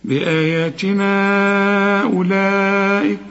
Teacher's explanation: عند الوصل لا هتمد أربع حركات علشان بعد المد همزة